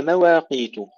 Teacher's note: ترقيق الميم والواو جيدا، لينها